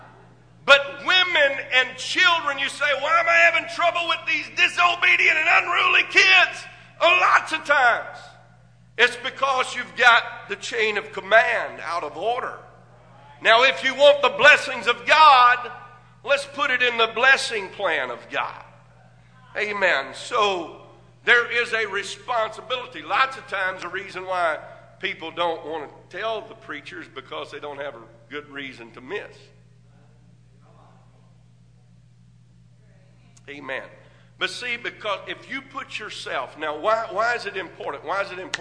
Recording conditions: large echoing room